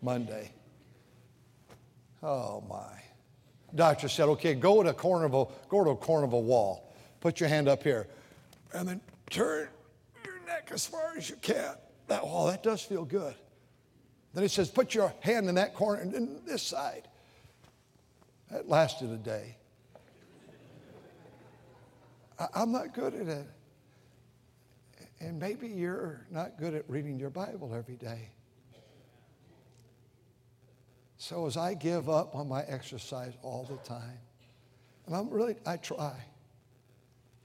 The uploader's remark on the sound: during the Sunday Evening service on March 26, 2023, at North Valley Baptist Church in Santa Clara, California.